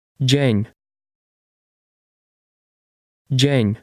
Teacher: Note the soft dż sound at the beginning